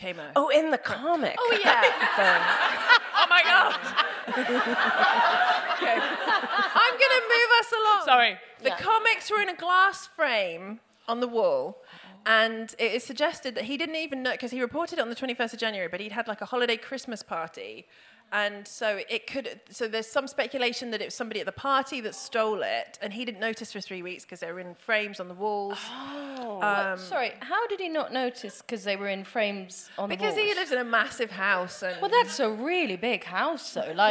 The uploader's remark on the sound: DWSC LIVE. Recounted her ordeal to the baying crowd.